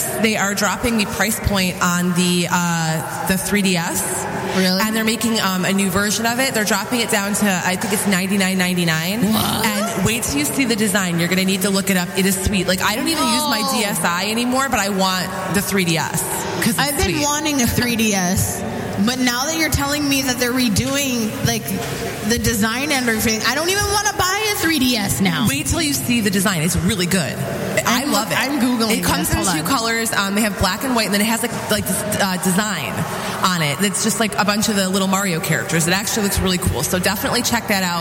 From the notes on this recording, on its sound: Live from Fantasticon Mt Clemens